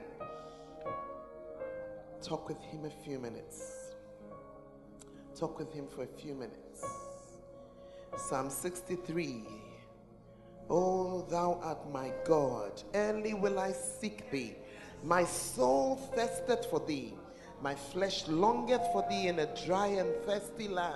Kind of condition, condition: setting, large echoing room